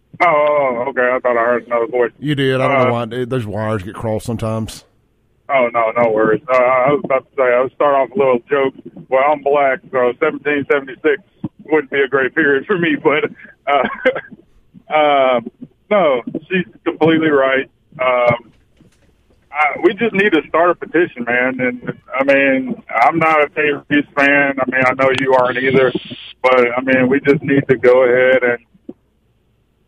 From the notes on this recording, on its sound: Take a couple of phone calls on the topic. Take some calls from people.